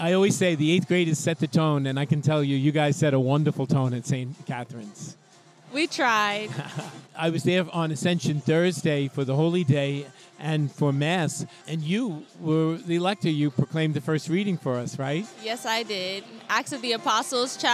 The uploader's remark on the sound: Live from Maimonides Park in Coney Island, home of the Brooklyn Cyclones, for the 4th Annual Catholic School Night. He speaks to those in attendance at this special event.